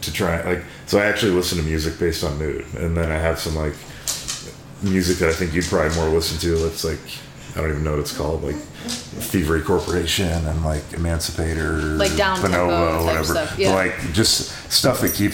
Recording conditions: sounds in the background